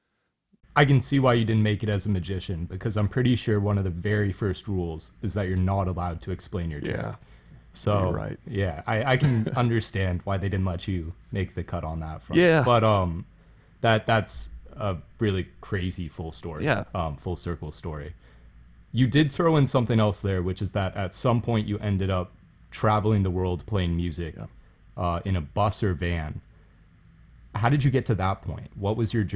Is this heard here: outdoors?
no